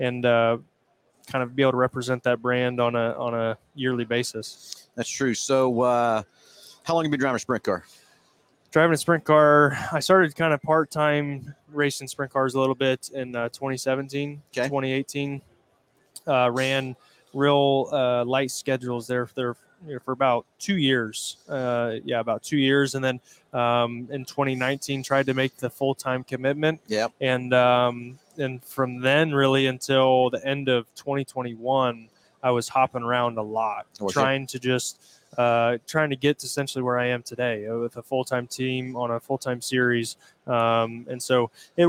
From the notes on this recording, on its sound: Live from PRI Trade Show in Indianapolis, IN.